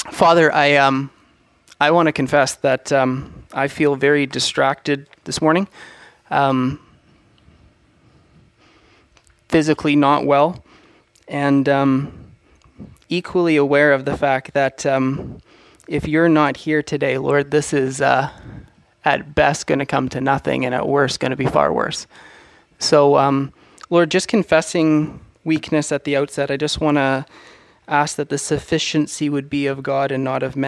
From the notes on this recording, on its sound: From Assiniboine Bible Church The Harvest Is Truly Plentiful Conference